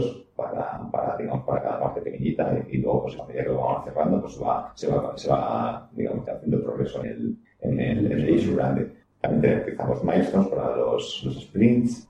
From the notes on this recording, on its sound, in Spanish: Por motivos técnicos ajenos a Emilcar FM la calidad del audio de este episodio dificulta su audición.